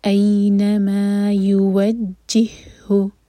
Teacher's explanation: ایک ہا ہے جس پر کوئی حرکہ نہیں ہے، اس کے بعد دوبارہ سے ہا آیا ہے اس پر ہے شدہ، تو یہ یہاں پر ادغام متماثل ہو رہا ہے ہا کا